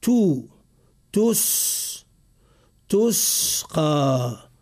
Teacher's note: تسقى يجب أن نضم الشفتين ضما كاملا زمن نطقنا بحرف التاء